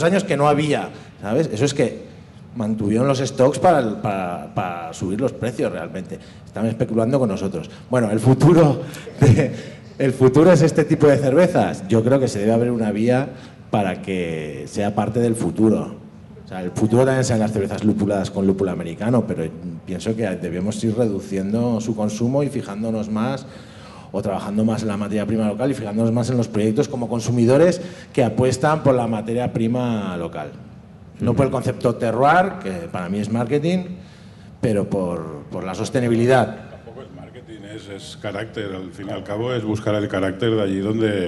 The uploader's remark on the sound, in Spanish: Mesa Redonda del Barcelona Beer Festival 2022. Celebrada en el marco del Barcelona Beer Festival 2022, el 16 de octubre, en La Farga de l'Hospitalet.